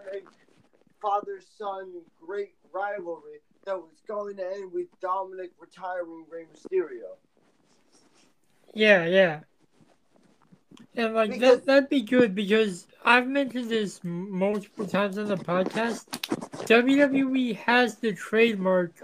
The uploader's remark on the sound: I apologize for the audio quality At Odds will now be looking into other podcast recording platforms.